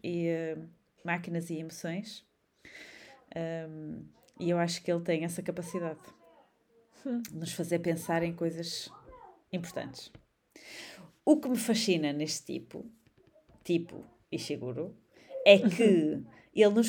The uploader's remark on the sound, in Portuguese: Contudo, ainda há alguns ruídos de fundo que vamos tentar eliminar/evitar com o tempo e que são fruto de partilharmos os nossos estúdios de gravação (vulgo “casas”) com seres vivos – sejam eles mini-humanos, canídeos, felinos e por aí fora.